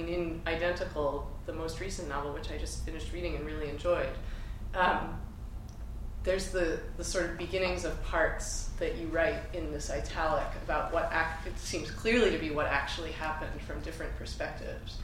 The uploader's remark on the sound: Crime in Law and Literature Conference Plenary Talk and Panel. At the University of Chicago Law School.